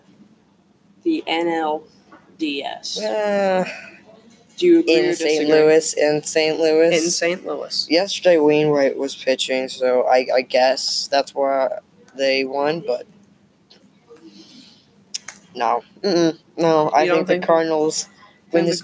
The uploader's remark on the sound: We have a lot to talk about but we still have yet to find a quiet location so please excuse the noise in the background.